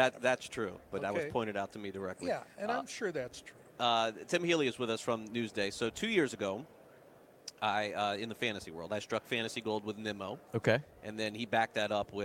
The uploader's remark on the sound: LIVE FROM THE MLB WINTER MEETINGS